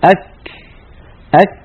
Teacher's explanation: يستحيل على الإنسان أن يحبس صوته وأن يجري نفسه في آن واحد، بل هما كما قال أئمتنا صفتان على الترتيب، الشدة أولا يعني انحباس الصوت، ثم الهمس ثانيا يعني جريان النفس. فنقول أك، فبقولنا أك ينحبس الصوت، وبقولنا ك يجري النفس في آخر الكاف · Term: الشدة والهمس